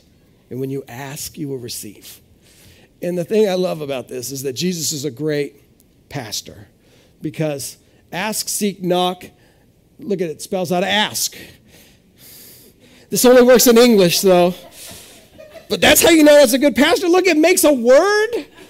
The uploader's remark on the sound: This is audio ripped from the Live Service video.